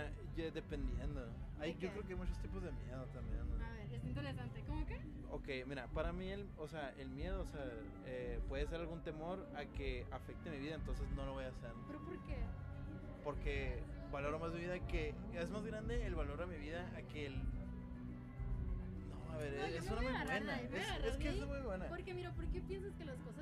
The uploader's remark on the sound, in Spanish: Episodio Especial ARRE FESTIVAL. Mi primer evento publico.